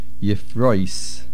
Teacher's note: That is a sin at the end. It is not a shin.